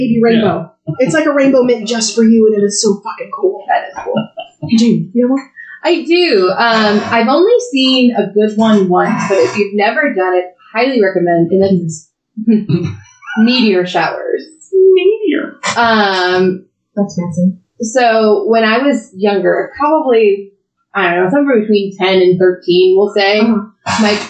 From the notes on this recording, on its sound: I'm aware that the audio sounds bad. You will ironically find out why pretty early in the episode.